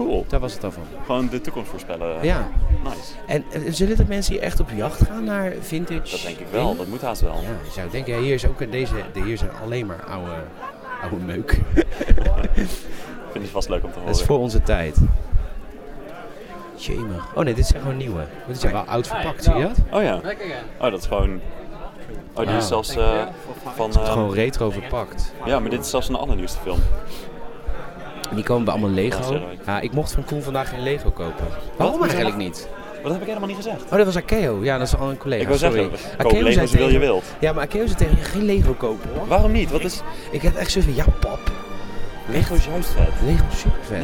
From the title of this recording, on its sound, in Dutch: Live vanaf Echo Base